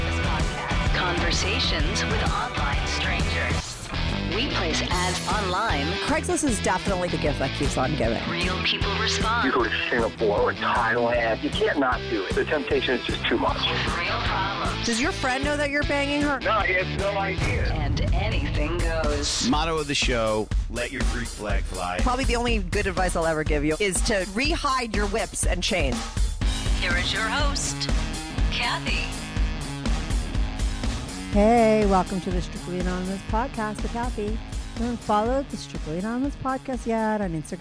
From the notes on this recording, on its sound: she called in to talk all about it